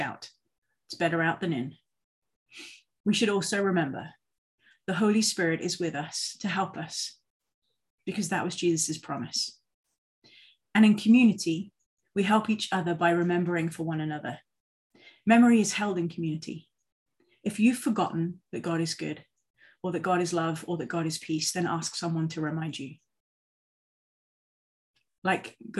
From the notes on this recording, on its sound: For this zoom service.